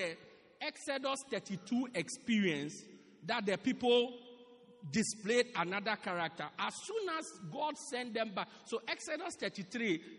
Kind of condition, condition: setting, large echoing room